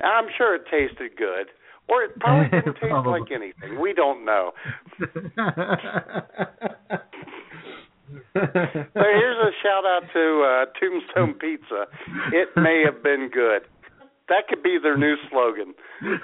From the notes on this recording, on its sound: take your phone calls